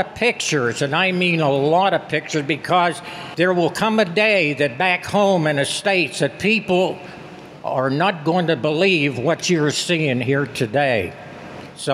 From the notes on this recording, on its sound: recorded live September 9, 2016 at the Air Force Reserve 911th Airlift Wing in Moon Township, Pennsylvania.